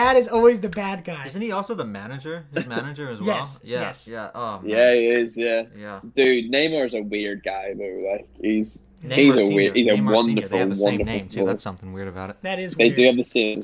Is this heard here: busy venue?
no